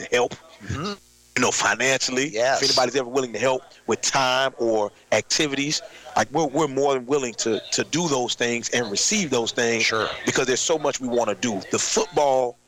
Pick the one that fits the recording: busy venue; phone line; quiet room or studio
busy venue